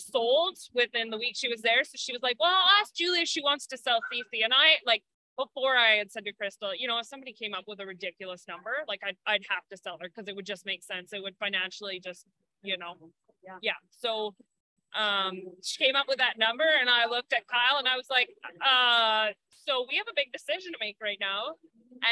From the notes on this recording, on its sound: Past winners and current competitors joined us for Live Interviews at MBRA (Manitoba Barrel Racing Association) Finals in Brandon Manitoba.